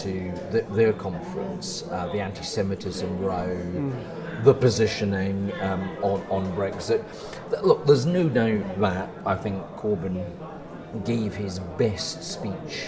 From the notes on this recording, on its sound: Brings you this podcast from the floor of the Conservative Conference 2018. Our podcast from Conservative Conference '18.